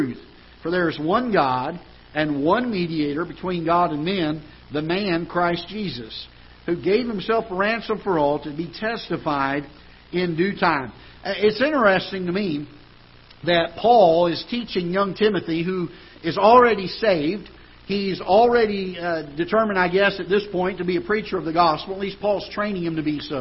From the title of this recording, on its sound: Ketha Heights Baptist Church ~ Live Broadcast